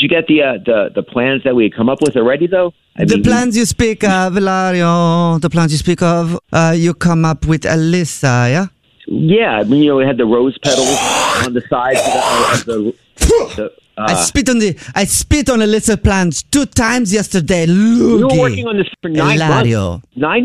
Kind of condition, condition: link, phone line